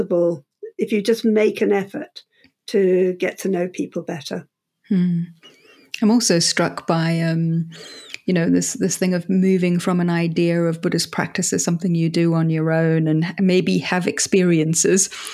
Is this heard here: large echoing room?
no